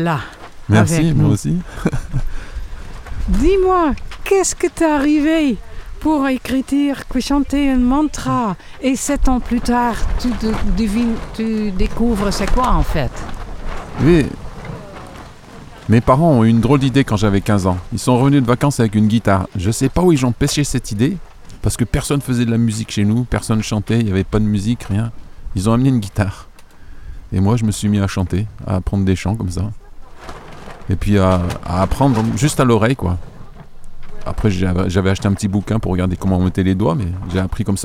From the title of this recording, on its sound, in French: En Direct Du Bhakti Om Festival